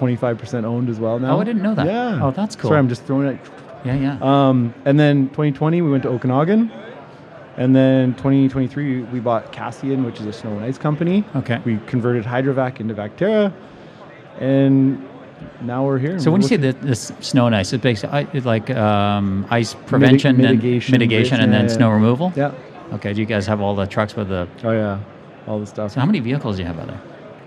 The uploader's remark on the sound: Recorded amidst the buzz of BuildEx Vancouver 2024